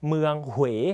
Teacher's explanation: สังเกตตัวอูคือเสียงเลื่อนนะครับทำให้เราต้องออกเสียงห่อปากนั่นเองนะครับ